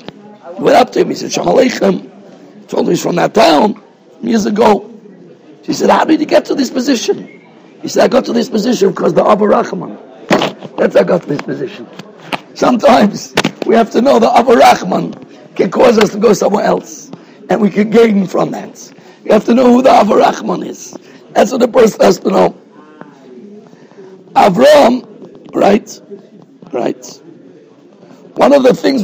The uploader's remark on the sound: Shiur recorded in Yeshivas Ohr Reuven, Monsey, NY.